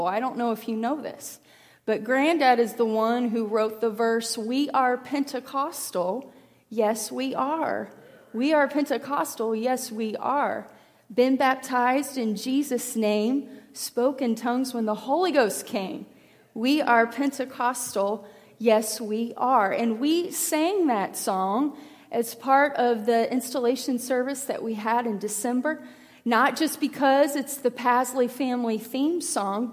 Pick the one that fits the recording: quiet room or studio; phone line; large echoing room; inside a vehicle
large echoing room